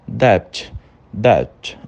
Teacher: O B, ele é pronunciado, só que ele é tão levinho, que a gente considera ele silenciado.